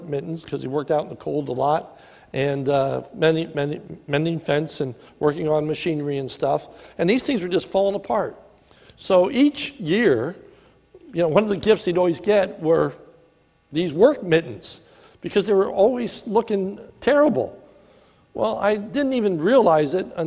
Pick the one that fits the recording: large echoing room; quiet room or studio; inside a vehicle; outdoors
large echoing room